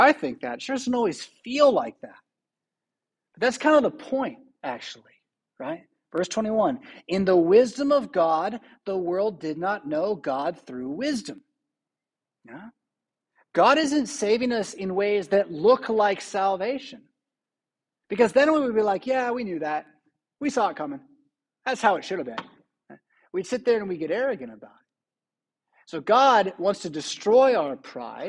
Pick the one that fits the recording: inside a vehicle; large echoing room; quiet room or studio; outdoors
large echoing room